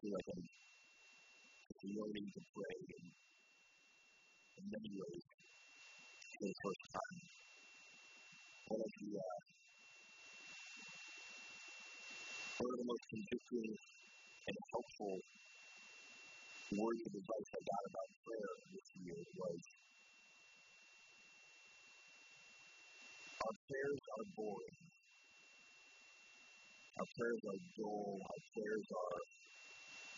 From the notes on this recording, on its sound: We apologize for the low sound quality, we had technical difficulties.